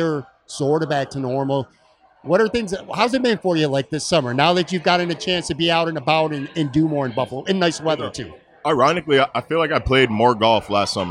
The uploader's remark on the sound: a podcast taped at Imperial Pizza on Abbott Road in South Buffalo